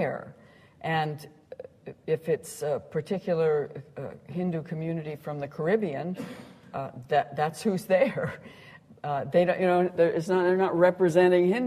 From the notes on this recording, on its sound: Recorded on 30 April 2009 at The University of Edinburgh.